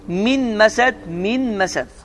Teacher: qunnə ilə bir yerdə səs burundan çıxır · Term: İdğan məl qunnə